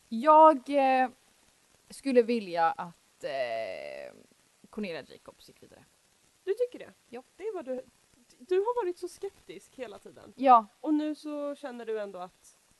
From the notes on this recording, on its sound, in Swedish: Vi ber om ursäkt för brusig ljudbild på slutet.